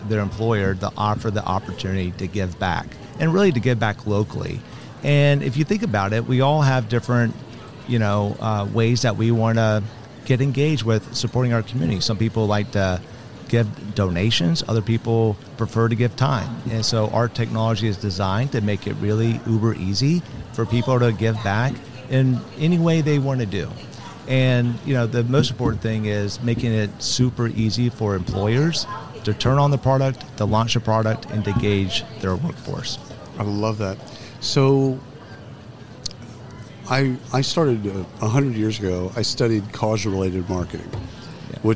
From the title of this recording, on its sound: Live from SHRM 2022